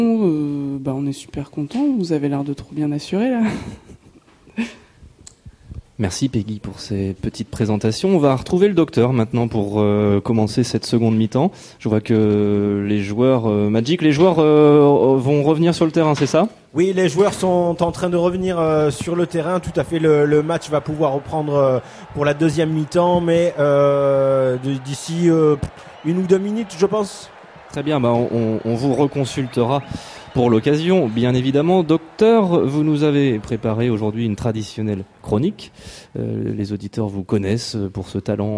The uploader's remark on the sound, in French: Le festival de Bande Dessinée BADAM ! Réunir autour de la table, dressée à l’Autoportrait (voisin de la Réserve à Bulle – centre névralgique du festival).